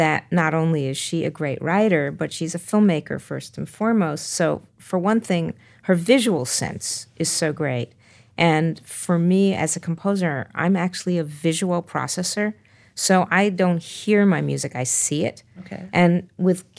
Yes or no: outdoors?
no